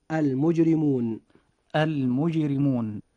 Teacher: أن حرف الراء جاء في هذه الكلمة مكسورا فيجب ترقيقه، فتنطق هذه الكلمة هكذا: المجرمون. · Term: الترقيق